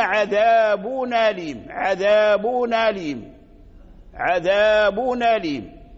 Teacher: التنوين هو نون ساكنة يلحق آخر الكلمة هذا التنوين. إذن فالتنوين ساكن فإذا جاءت الهمزة بعده نقلنا حركة الهمز إلى التنوين إلى التنوين الساكن فحركناه بحركة الهمزة. إن كانت الهمزة مفتوحة حركناه بحركة الفتح فقلنا عذابون أليم عذابون أليم عذابون أليم فرجع عذابون أي التنوين الساكن رجع محرك بحركة الهمزة ديال همزة أليم فحذفنا الهمزة أليم ونقلنا حركتها إلى التنوين فقلنا عذابون أليم.